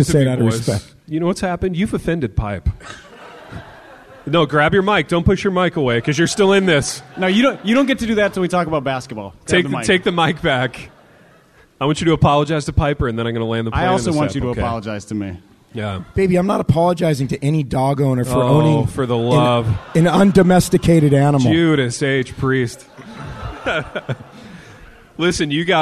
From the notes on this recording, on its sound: LIVE IN INDIANAPOLIS